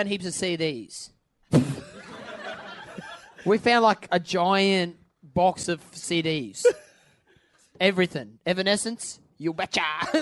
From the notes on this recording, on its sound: LIVE from the Factory Theatre Sydney.